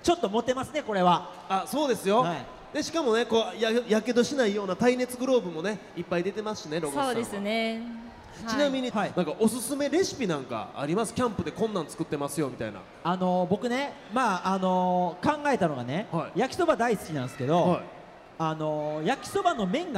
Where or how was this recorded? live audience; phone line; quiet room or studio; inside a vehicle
live audience